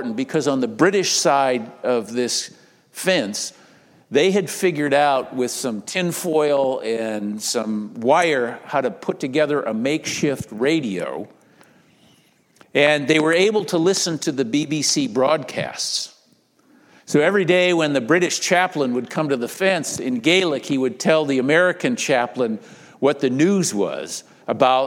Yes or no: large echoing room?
yes